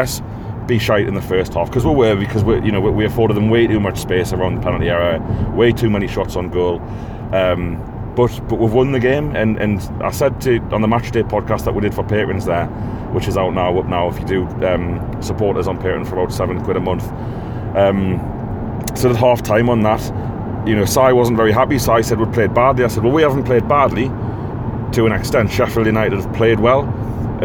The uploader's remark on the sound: In the car on the way back from Sheffield.